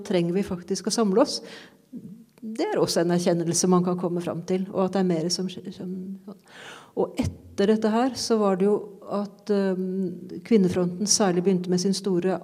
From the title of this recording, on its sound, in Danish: Live fra Biblioteket